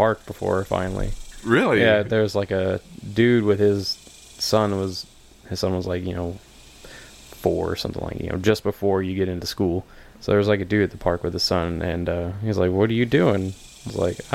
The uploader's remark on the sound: I took a trip out into the country. We listen to the sounds of Mother Nature and all her bugs.